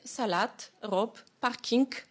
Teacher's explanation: l'assourdissement des consonnes sonores en finale, et des mots comme salade, robe, parking vont être prononcés salade, robe, parking.